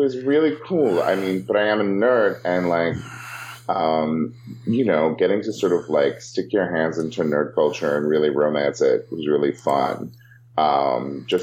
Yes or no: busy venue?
no